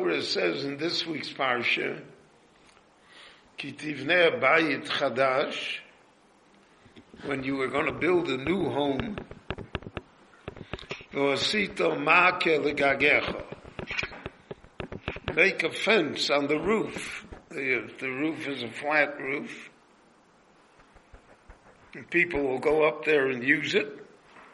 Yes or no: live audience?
yes